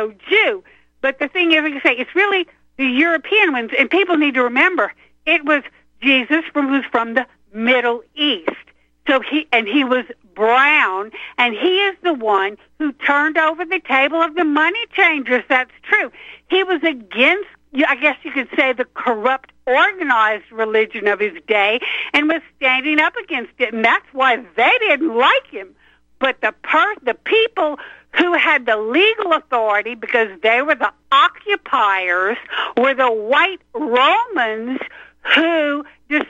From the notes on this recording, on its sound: opens phone lines for callers.